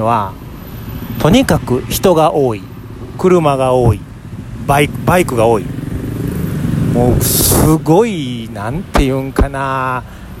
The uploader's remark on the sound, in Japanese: バンコク一人旅（特別編）：オンヌット駅近くの路上から部長が一人でラジオ収録！今回の旅ラジオは、バンコク滞在中に収録した音源をお届けします。